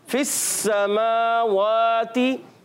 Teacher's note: scene को सीटी के साथ अदा करेंगे